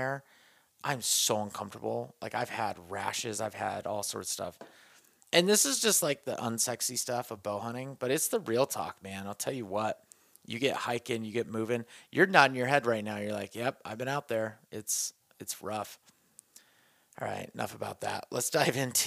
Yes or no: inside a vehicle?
no